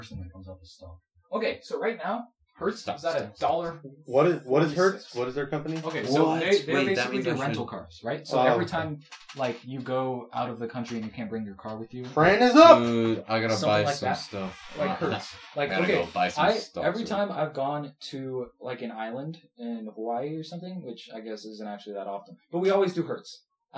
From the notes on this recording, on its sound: Sorry for the bad audio we had some mic trouble.